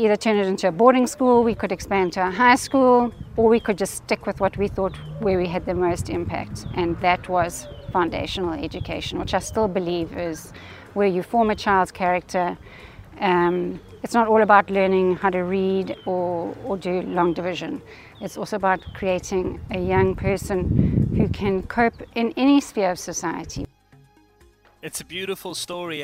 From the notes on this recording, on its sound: Live from the Heritage Tour's 1st stop in Durban